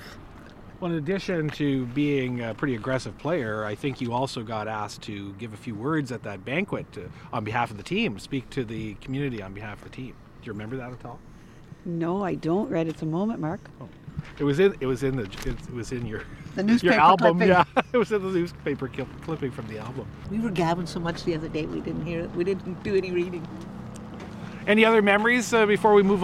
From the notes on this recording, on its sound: rides in an old half-ton truck